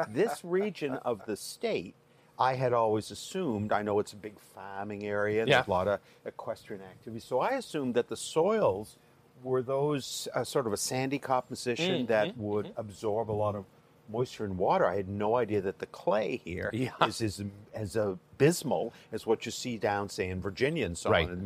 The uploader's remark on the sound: Recorded live in the Underpowered Podcasting lounge at Destination Defender in the Hudson Vally of New York.